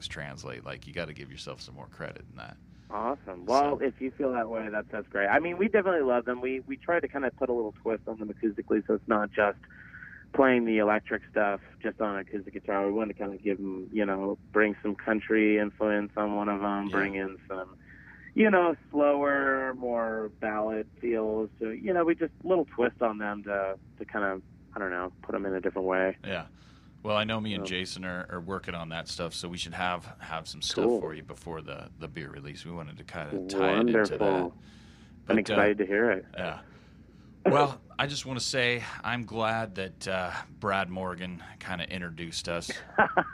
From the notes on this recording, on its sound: over the phone for a short interview